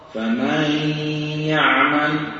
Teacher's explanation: لاحظتم كيف أن زمن الفتح زاد حتى كاد يتولد منها ألف · Term: التمطيط